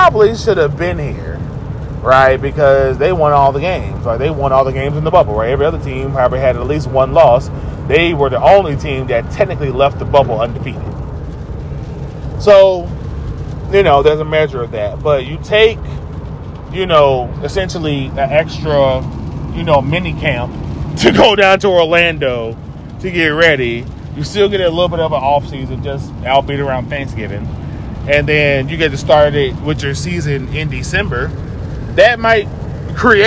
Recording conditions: inside a vehicle